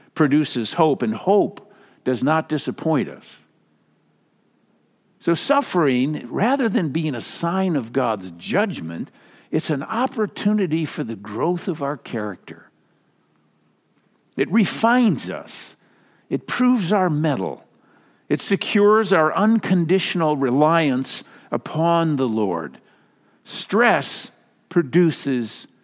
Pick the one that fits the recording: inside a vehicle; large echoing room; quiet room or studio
large echoing room